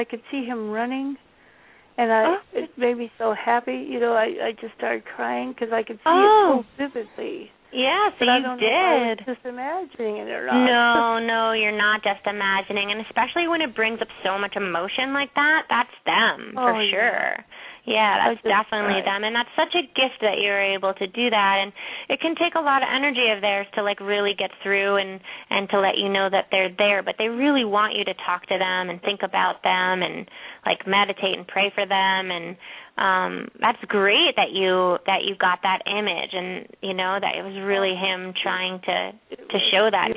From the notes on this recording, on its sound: Open up the lines for listeners to call.